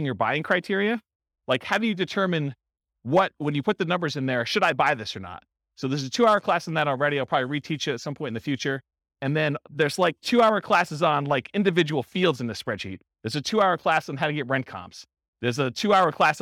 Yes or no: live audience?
yes